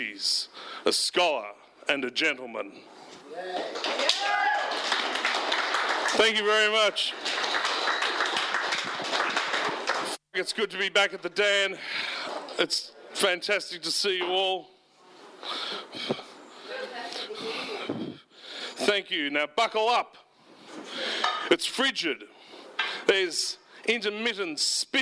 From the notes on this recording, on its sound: This archival recording is from a performance at The Dan O'Connell Hotel.